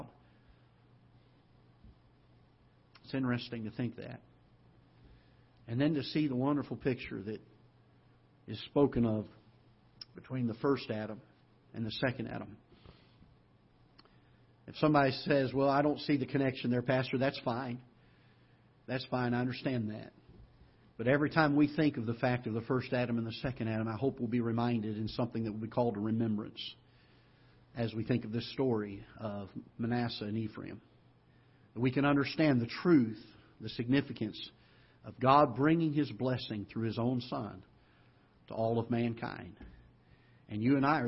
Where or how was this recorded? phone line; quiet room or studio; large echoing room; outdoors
large echoing room